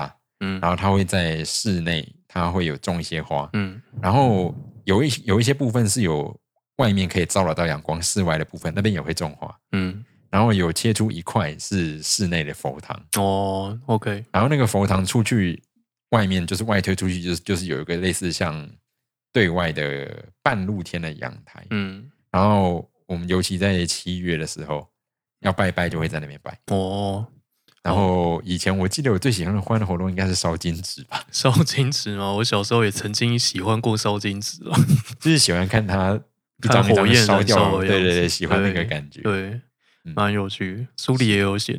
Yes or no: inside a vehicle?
no